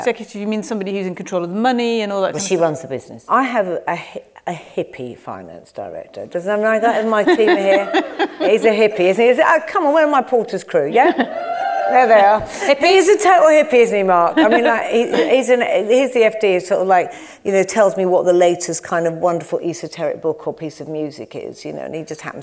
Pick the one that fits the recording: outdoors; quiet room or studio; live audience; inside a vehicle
live audience